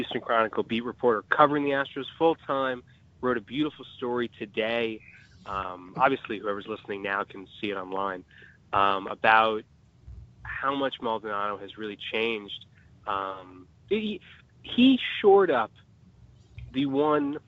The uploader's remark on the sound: on the phone line